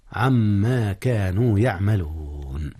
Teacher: إدغام نون عن في ما، وقد أدغم إدغام غنة